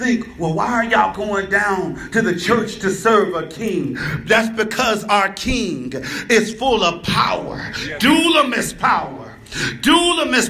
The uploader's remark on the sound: It was preached before a Live audience in Kansas City.